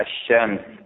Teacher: على كل حال يجب إدغام لام التعريف إذا دخلت على التاء والثاء والدال والذال والراء والزاء والسين والشين والصاد والضاد والطاء والظاء واللام والنون، فإذا دخلت اللام على أحد هذه الحروف لا تلفظ، تدغم في الحرف الذي بعدها، الشمس تكتب اللام لكن لا تلفظ · Term: اللام الشمسية